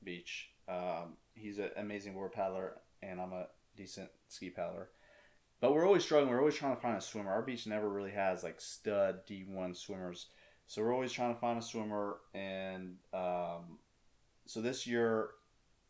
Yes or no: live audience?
no